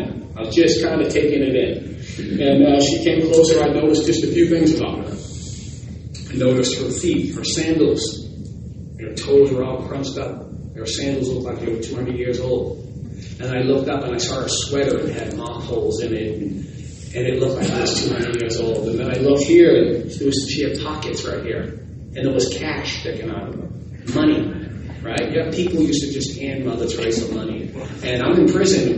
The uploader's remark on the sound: West Michigan Restorative Justice Conference | April 22, 2023 LIVE